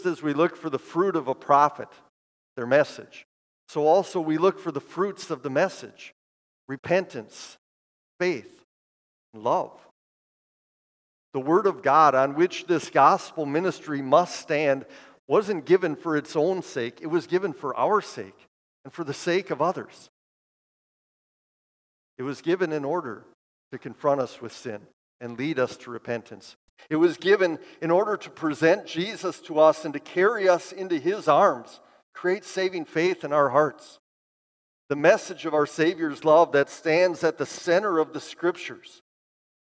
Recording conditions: large echoing room